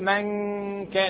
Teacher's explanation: مخرج النون انتقل للخيشوم في الاخفاء · Term: اخفينا النون